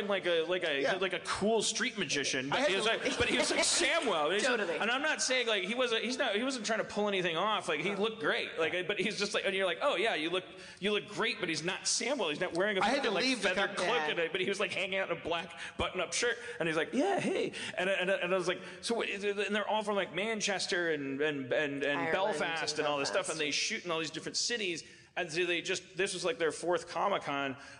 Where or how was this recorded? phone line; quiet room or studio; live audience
live audience